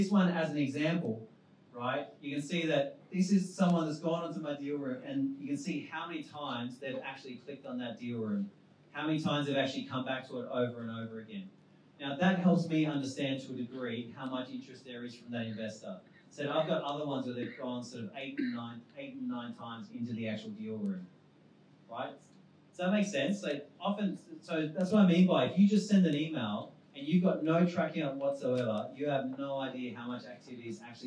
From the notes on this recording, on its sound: Recorded on our launch at WeWork Pyrmont in August